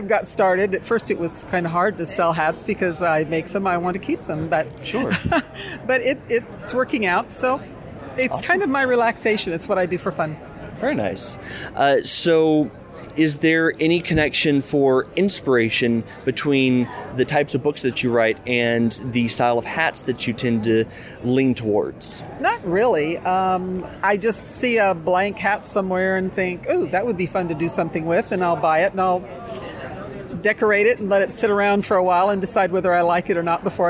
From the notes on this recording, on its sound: As I was walking the floor at All-Con, I came across a table that intrigued me from the shear uniqueness of its appearance.